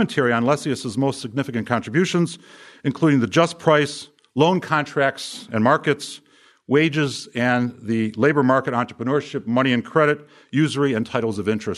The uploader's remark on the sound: From the session on "History of Economic Thought," presented at the Austrian Economics Research Conference. At the Ludwig von Mises Institute in Auburn, Alabama.